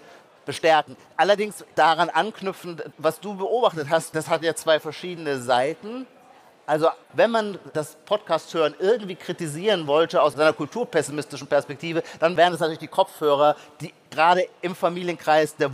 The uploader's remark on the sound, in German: direkt von der Bühne mit echtem Publikum.